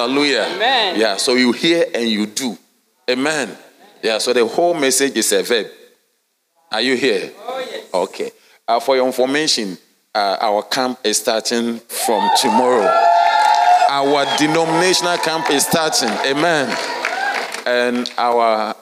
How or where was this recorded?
large echoing room